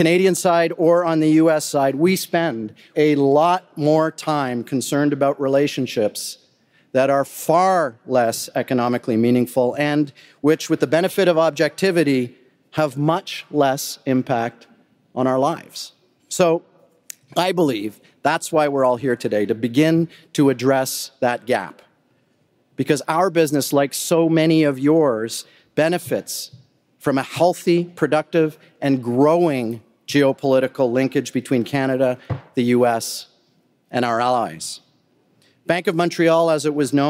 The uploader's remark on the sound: Addresses the audience at the US-Canada Summit, hosted by BMO and the geopolitical risk advisory firm Eurasia Group.